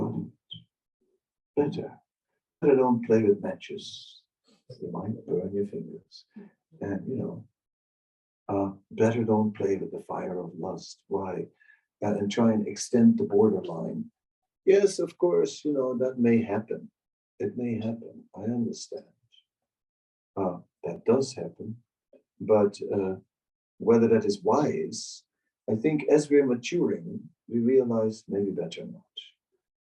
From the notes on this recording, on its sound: Zoom Meeting. Amsterdam.